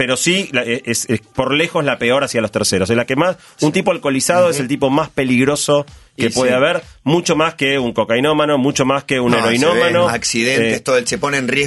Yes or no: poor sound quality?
no